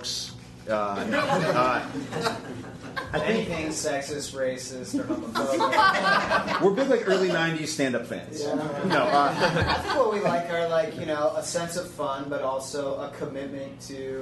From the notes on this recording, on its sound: caught up with them at this year's Chicago Improv Festival